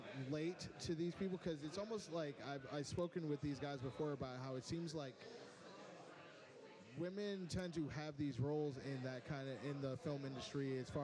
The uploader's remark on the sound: We're live at the Arrogant Frog Bar.